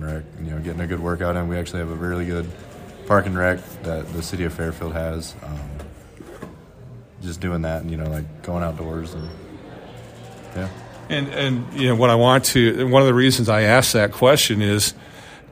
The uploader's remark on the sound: at the Kenny Norton Southeast Iowa Farm Show 2023 at the Fairfield Arts & Convention Center